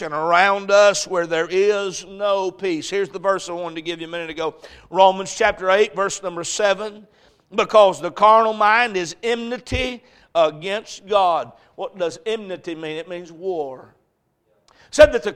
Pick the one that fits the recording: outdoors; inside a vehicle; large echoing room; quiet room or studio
large echoing room